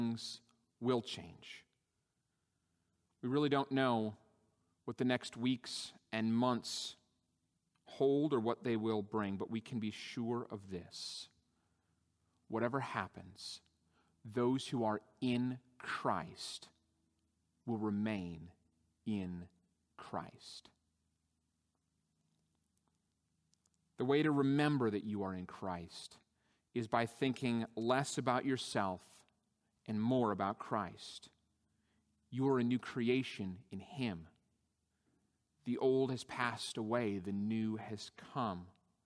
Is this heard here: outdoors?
no